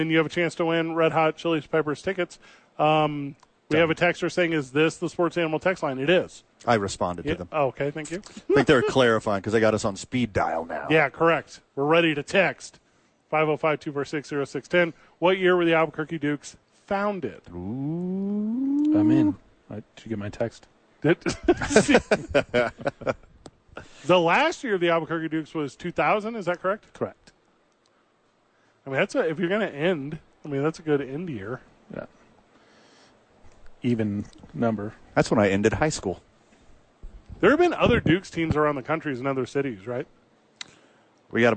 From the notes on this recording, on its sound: live from the ABQ Dukes Store